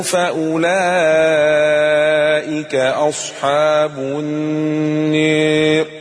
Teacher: الالف هتبقى مقلله قولا واحده نعم عشان بعدها الراء مكسوره